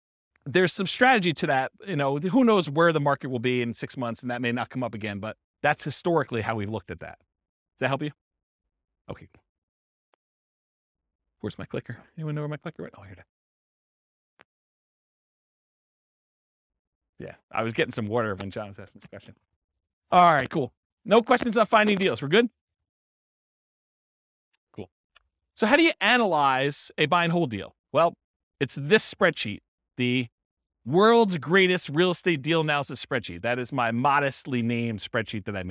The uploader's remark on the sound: This was a live class recorded